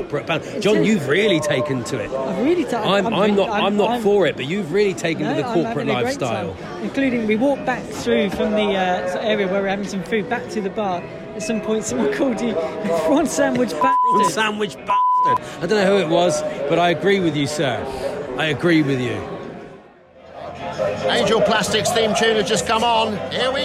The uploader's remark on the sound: This week we're on the road again. Taking us for a day out at Sutton United, plenty of horsey atmosphere at the Cheltenham Festival.